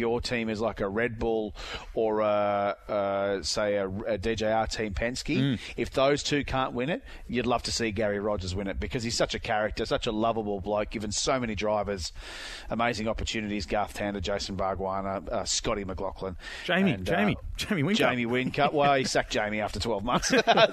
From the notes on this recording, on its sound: Before taking to the streets of the Gold Coast. Via phone.